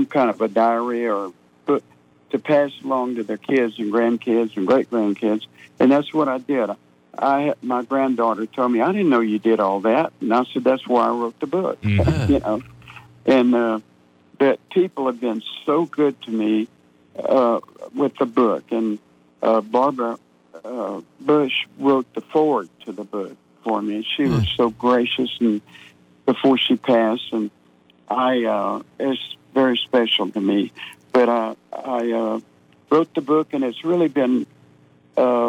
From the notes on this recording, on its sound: He called in to chat